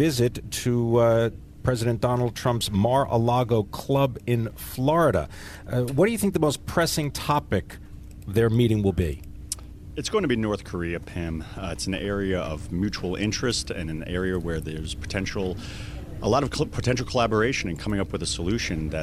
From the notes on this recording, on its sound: Live from the National Medicare Advantage Summit in Arlington, Virginia.